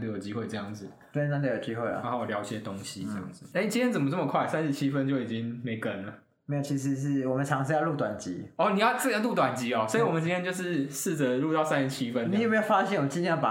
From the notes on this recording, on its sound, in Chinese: EP01-EP05使用環境音較敏感的設備，音質不好請見諒!